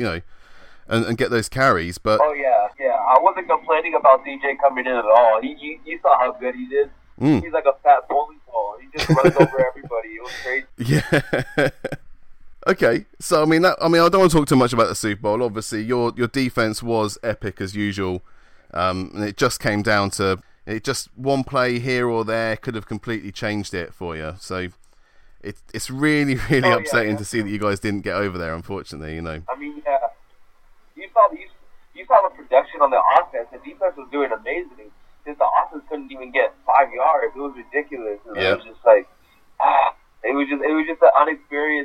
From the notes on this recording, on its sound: gets on the phone